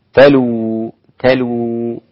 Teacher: قرأ الإمام ابن عامر وحمزة بضم اللام مع واو ساكنة بعدها